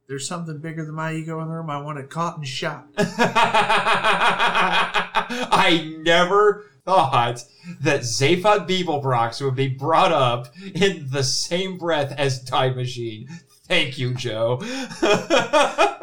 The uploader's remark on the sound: Despite some recording/broadcasting issues with a new microphone (which will be remedied for future episodes). The recording issues.